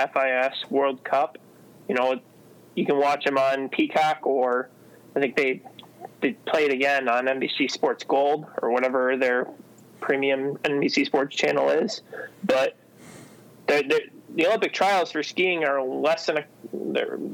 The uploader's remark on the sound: Manage to somewhat overcome both some gnarly winter weather and a few technological hiccups. On the phone — which is the backup to FaceTime which is the backup to in-person.